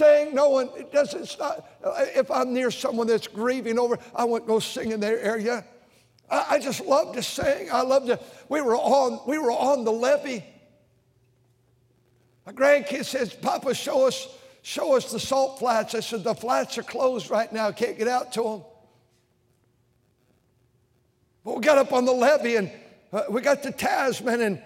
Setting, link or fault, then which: setting, large echoing room